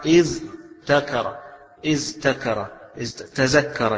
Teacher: للصعوبة في نطق الذال بعدها التاء، هذا حرف مجهور وذاك مهموس